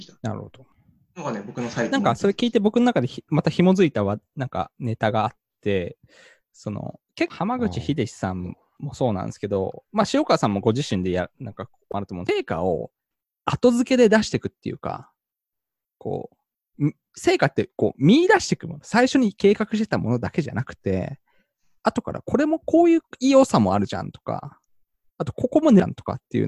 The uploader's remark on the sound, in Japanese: Zoomの無料アカウントの制限のため終わり